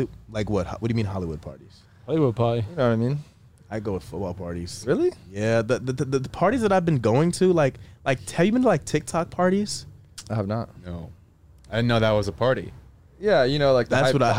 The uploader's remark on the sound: He hops in the truck.